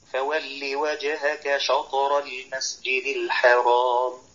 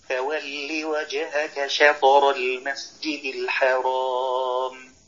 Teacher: يفخم الشين وهذا خطأ · Shown in: first take · والصواب فولي وجهك شطر المسجد الحرام. · Term: تفخيم الشين